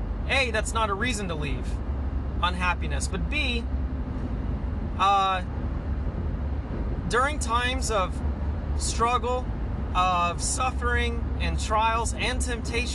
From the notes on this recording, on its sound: Sorry this was recorded in the car.